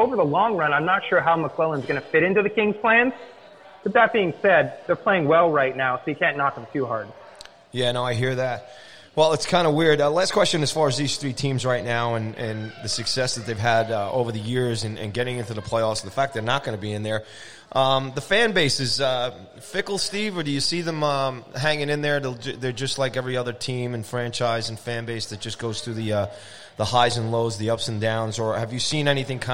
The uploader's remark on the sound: live from Arooga's Grill House and Sports Bar in Rockville Centre, NY